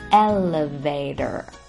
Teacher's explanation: 美式英语中呢，一般会把这里的第二个字母 E 发得比较像 A 的声音，而字母 T 在这里发得则比较像 D, D 的声音